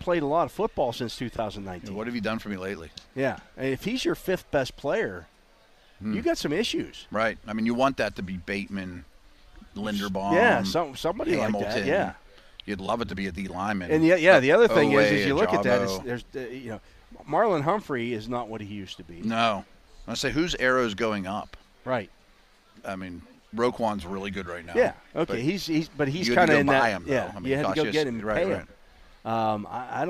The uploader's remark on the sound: The Drive live from OTAs day 9 HR 1. Live from the Last day of Steelers OTAs.